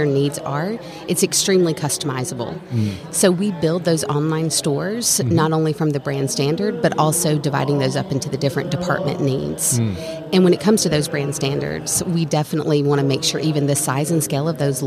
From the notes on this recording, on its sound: LIVE from SOAHR 2023. North Fulton Business Radio.